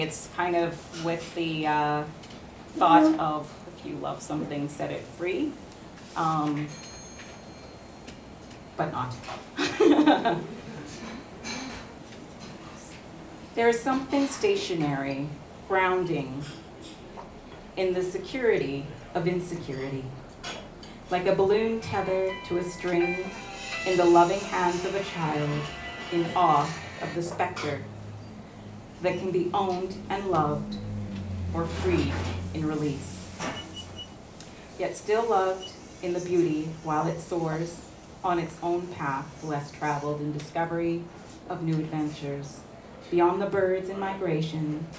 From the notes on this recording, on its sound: Recorded at the February Expressions spoken word open mic at Cafe Koi. Recorded at the February Expressions spoken word open mic at Cafe Koi. All these people together in a space sharing art and having fun.